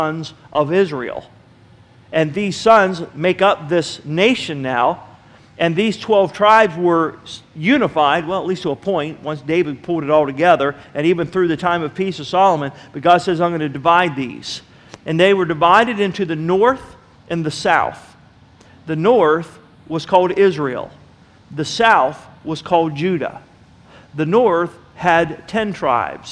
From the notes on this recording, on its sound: Sermon was recorded August 30, 2009 at Northside Baptist Church of Elkhart, Indiana.